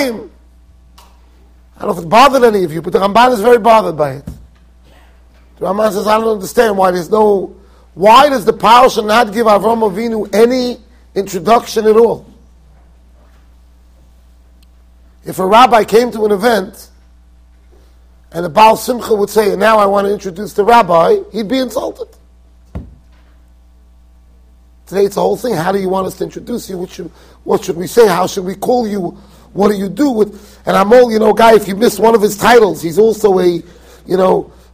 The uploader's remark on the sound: Shiur recorded in Yeshivas Ohr Reuven, Monsey NY.